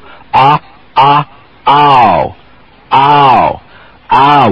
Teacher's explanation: Remember, you began with the same ah, ah, ah, and then the rear tongue came up as the lower lip closed into a very relaxed and quick oo · Term: ow diphthong